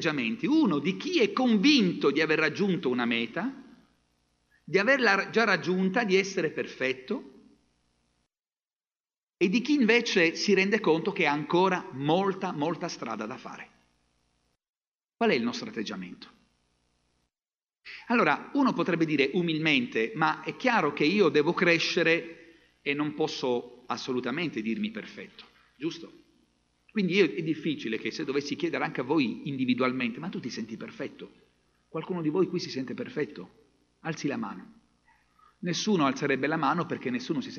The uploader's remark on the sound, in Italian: Registrazioni dal vivo dalle comunità avventiste in Italia.